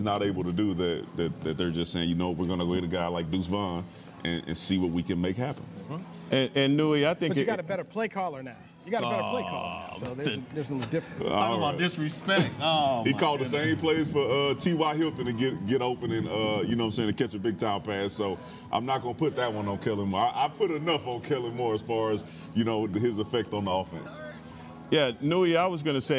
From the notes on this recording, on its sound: live from Dallas Cowboys training camp, in Oxnard CA